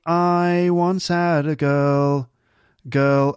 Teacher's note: definitely a rounded I with a diphthong, not like, I once had a girl.